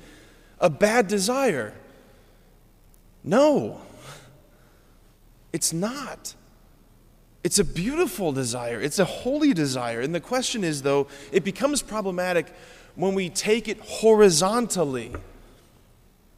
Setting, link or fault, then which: setting, large echoing room